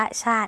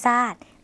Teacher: ในภาษาลาวเราไม่มีเสียงชอช้างค่ะเราก็จะเปลี่ยนเป็นซ่อสร้าง · Shown in: second take